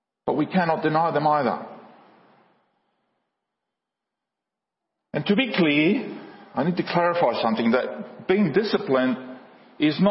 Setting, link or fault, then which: setting, large echoing room